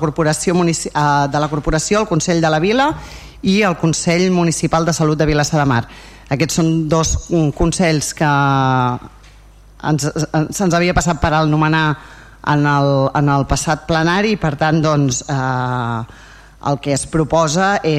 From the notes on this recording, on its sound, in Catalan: Transmissió en directe del Ple Municipal de l'ajuntament de Vilassar de Mar